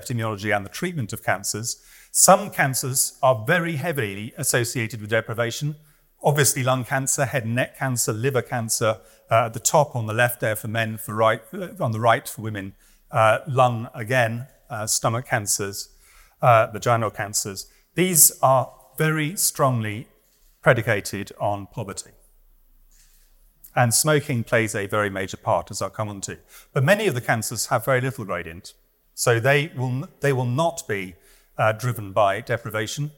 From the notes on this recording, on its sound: This lecture was recorded on Tuesday, 13 February 2024 at the Whitworth